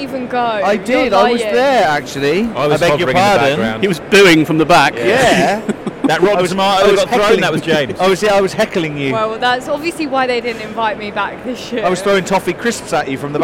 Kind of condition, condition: setting, busy venue